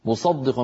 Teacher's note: فتخرج الدال مفخمة أو شبيهة بحرف الضاد